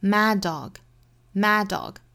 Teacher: mad 和 dog 两个相同的辅音相遇，我们只发一个